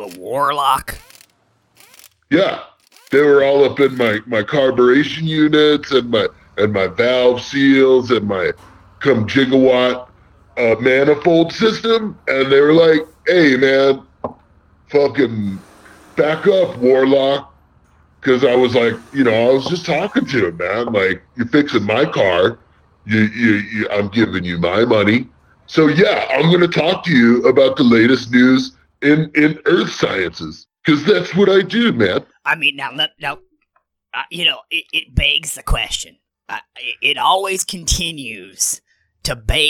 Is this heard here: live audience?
no